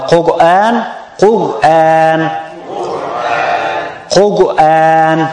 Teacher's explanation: The qaf and ra mufakhama and al alif wal noon muraqqaqa.